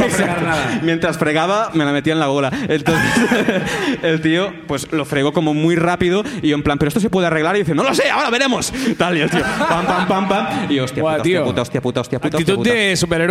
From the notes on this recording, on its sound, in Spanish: El público de Barcelona